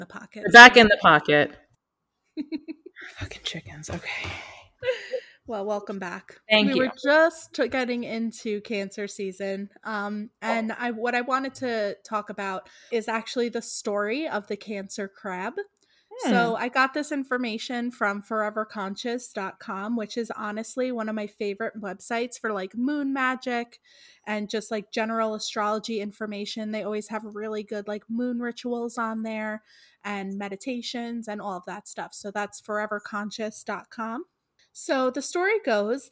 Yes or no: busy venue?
no